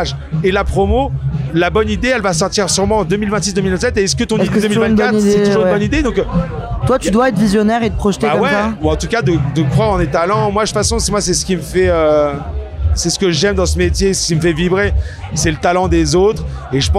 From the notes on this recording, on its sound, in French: En pleine contre-soirée au festival de l'Alpe d'Huez. Il était 2h du matin.